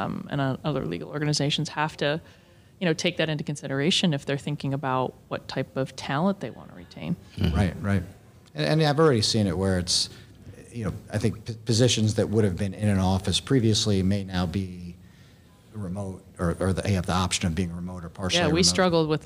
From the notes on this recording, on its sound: Our first live conference in over two years. We traveled to New York City to attend LegalWeek 2022 and recorded live after a number of technical difficulties. What it feels like to be surrounded by 2,000+ of your closest friends and colleagues.